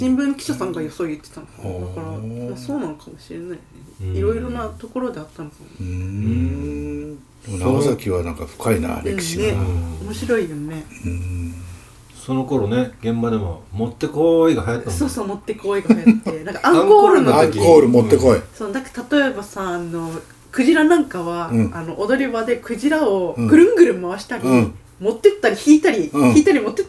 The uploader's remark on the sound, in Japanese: 長崎の夜はタコパで座談会。今回も長崎での収録回です。今宵は3人でたこ焼きパーティ。大衆酒場 いけいけ松ちゃん｣。雑音等、お聞き苦しい点がございます。なにとぞご容赦下さい。